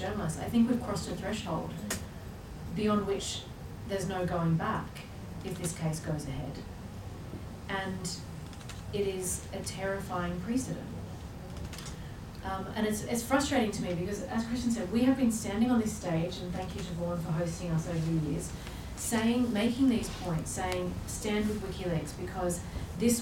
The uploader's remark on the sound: This is a panel I moderated on Monday evening. At The Frontline Club in London.